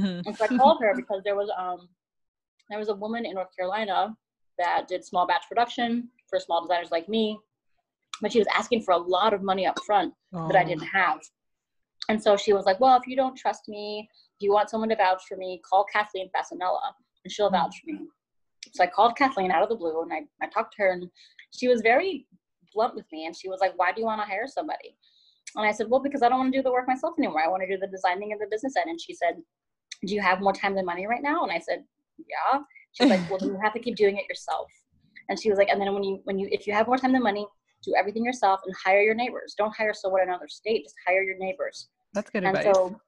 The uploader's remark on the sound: Sound quality will improve when interviews can be done properly after self-isolation.